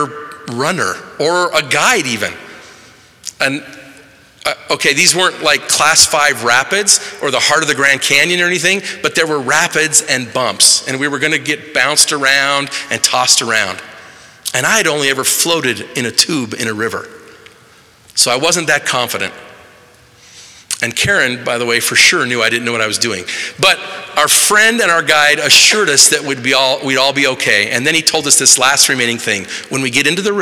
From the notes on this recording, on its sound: delivered March 21, 2023, in the Assembly Hall on Temple Square in Salt Lake City